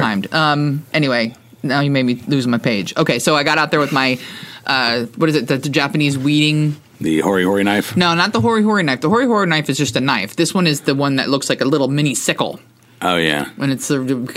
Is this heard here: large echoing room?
no